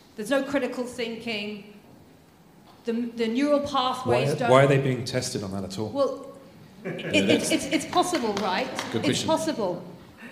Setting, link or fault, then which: setting, live audience